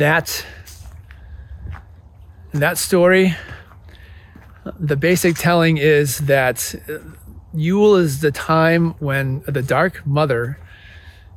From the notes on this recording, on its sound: Recorded in the bitter cold woods of Indiana.